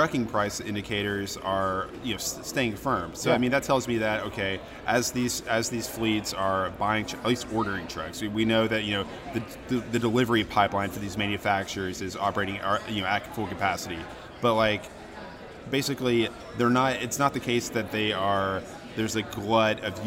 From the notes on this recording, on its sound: Live from McLeod CFO Conference. Were at the Westin in Nashville for McLeod's CFO conference and recorded a special episode of What the Truck?!?